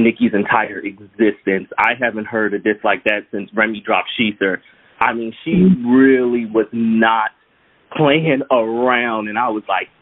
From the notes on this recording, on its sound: this episode is a call in show